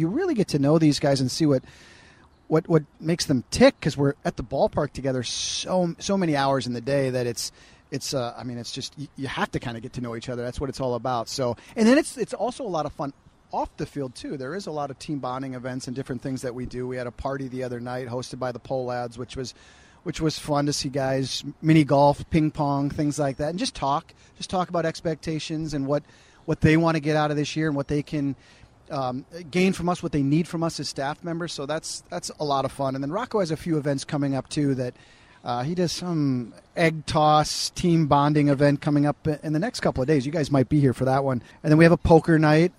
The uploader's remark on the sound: LIVE from Target Field.